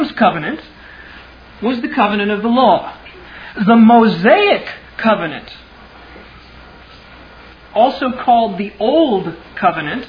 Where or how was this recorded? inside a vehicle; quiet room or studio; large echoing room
large echoing room